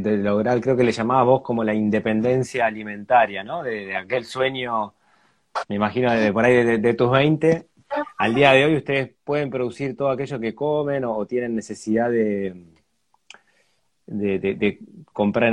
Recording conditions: video call